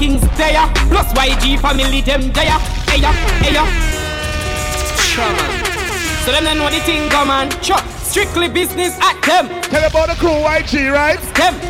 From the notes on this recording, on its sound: live juggling at Hugos Lounge in Plainfield NJ